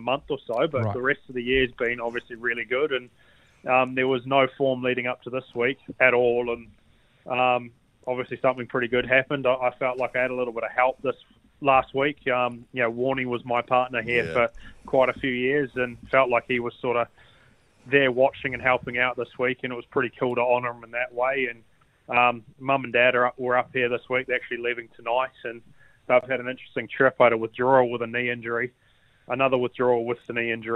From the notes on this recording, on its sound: joined on the phone all the way from the UK